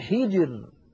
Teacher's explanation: الراء ساكنة، وقبلها الجيم ساكنة، وقبلها الحاء مكسورة، إذن نرقق هذه الراء وكأنها ري، كأنها مكسورة.